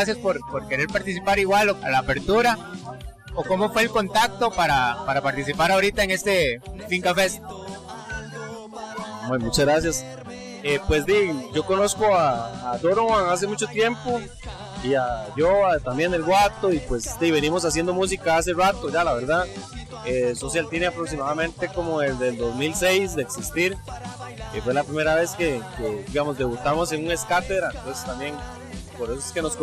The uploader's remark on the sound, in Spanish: El episodio se graba en la fiesta pre-finca fest, con la participación de los organizadores del festival y algunas de las bandas que estarán presentándose en la 5ta edición del Finca Fest.